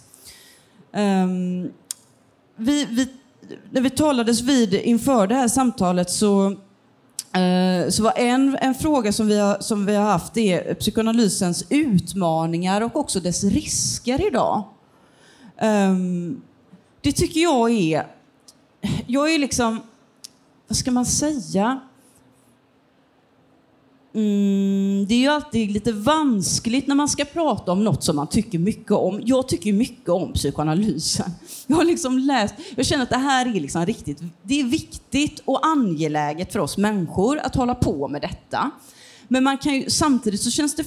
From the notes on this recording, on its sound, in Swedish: Inspelat på Bokmässan 2023 och arrangerat av Nätverkstan Kulturtidskifter.